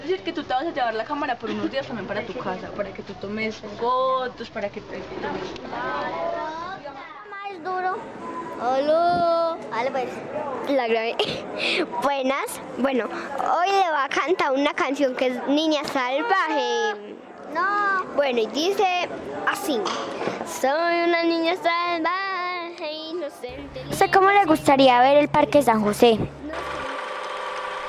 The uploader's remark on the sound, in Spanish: hoy los saludamos desde la plaza de mercado de Manizales